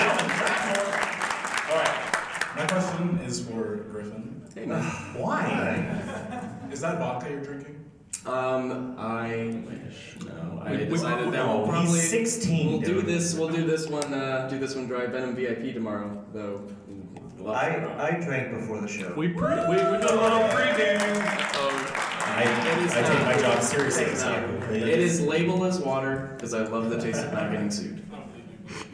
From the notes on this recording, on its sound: With the wonderful convention audience. Apologies for the rough audio, but hey, it was our first time doing a live show.